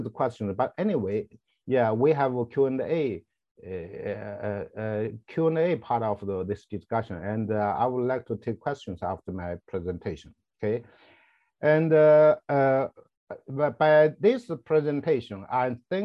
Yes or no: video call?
yes